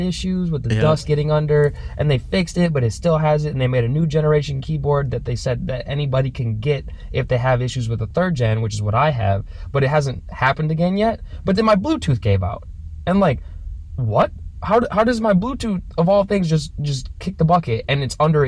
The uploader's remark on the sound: records from his car while out of town